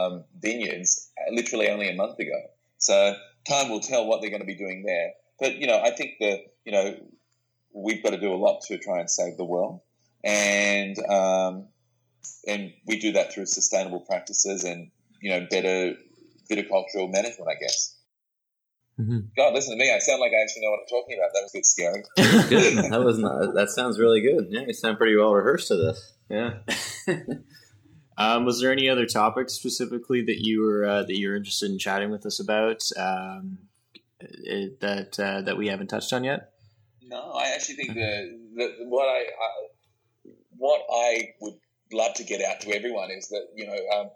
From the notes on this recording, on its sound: The sound quality came out a little shaky on this interview.